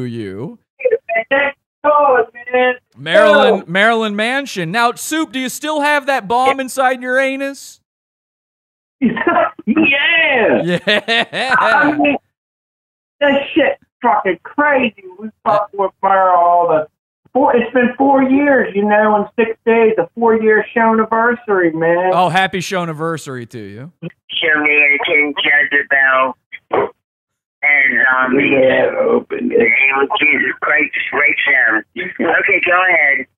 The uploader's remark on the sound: a phone call